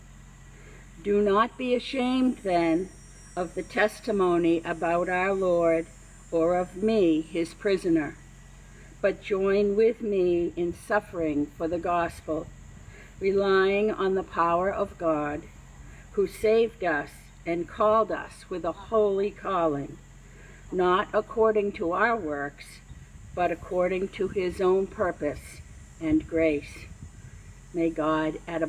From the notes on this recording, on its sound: Sermon recorded at our outdoor worship service on September 4, 2022.